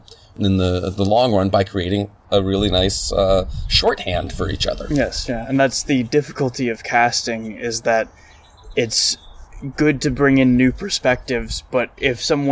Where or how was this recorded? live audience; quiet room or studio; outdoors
outdoors